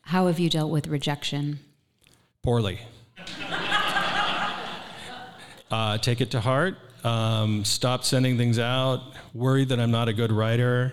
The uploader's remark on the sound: This was recorded live at the 2023 Printers Row Lit Fest in Chicago.